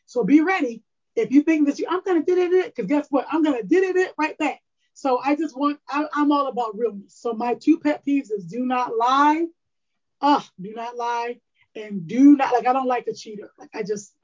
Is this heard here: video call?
yes